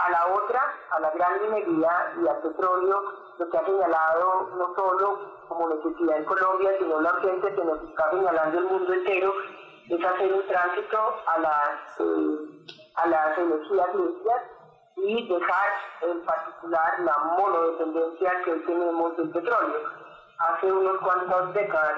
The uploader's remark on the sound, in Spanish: Editado con las grabaciones de las llamadas telefónicas que ciudadanos, registrados en #ElRetoDeLoS10Minutos, tuvieron con los candidatos a la Presidencia y a la Vicepresidencia.